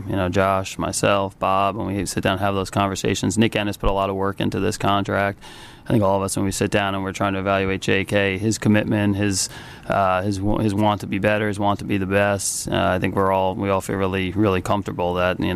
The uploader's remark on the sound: Press Conference